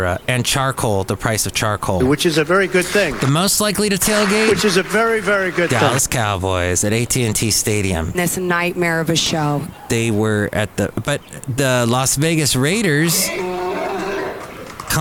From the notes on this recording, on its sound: podcasts live from Café Anyway